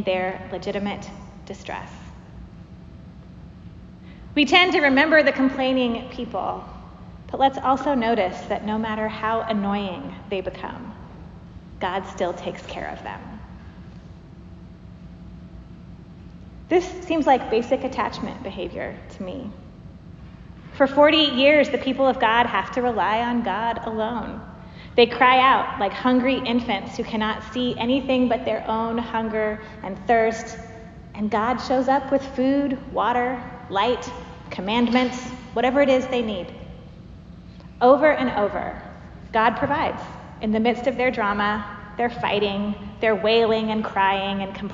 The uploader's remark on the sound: Preached at Church of the Apostles, Seattle